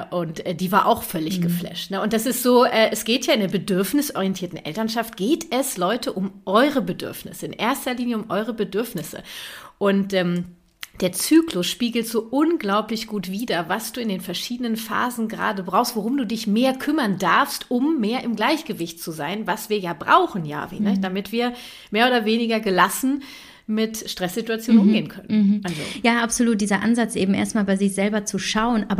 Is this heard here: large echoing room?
no